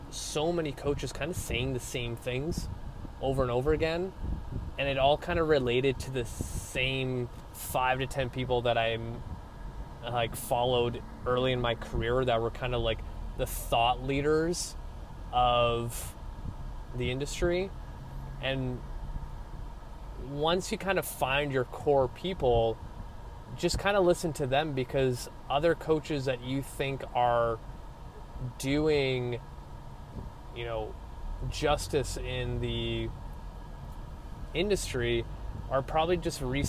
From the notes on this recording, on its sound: I jump back into my car vlog styled episode